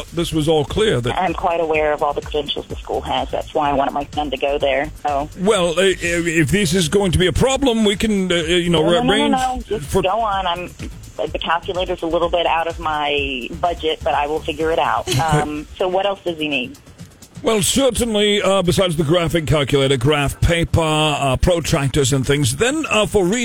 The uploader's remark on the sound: Friday Phone Jacks Prank Call